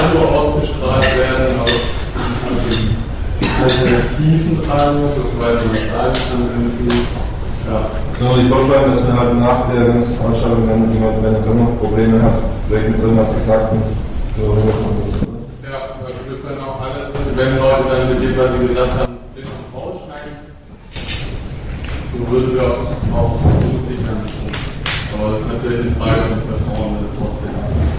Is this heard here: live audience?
yes